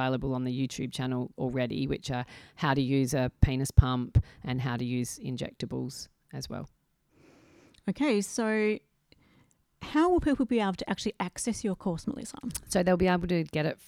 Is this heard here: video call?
no